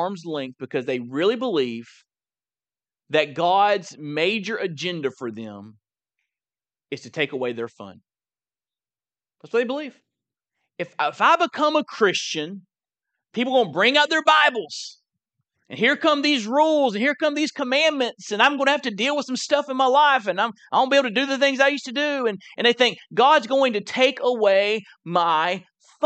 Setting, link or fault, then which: setting, large echoing room